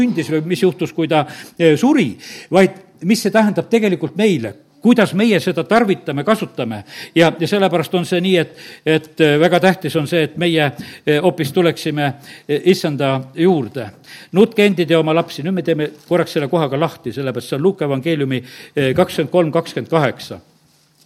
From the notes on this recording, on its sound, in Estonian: Audio salvestus koosolekult